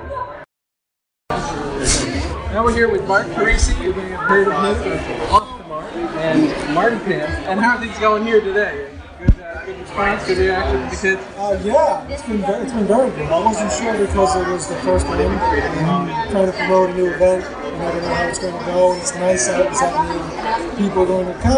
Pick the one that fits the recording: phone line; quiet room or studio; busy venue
busy venue